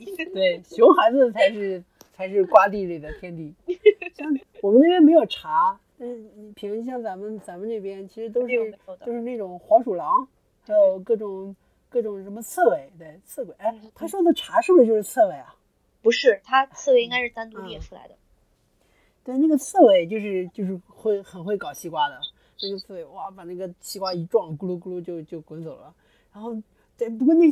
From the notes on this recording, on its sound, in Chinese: 音质稀碎警告：本期杂音较多，建议一个人的时候公放，使用耳机可能会伤害听力。